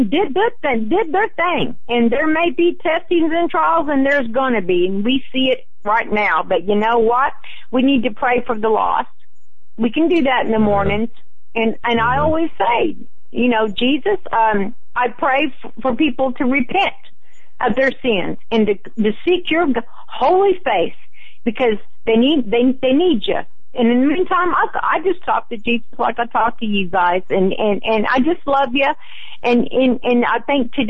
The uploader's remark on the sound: Open Phone Lines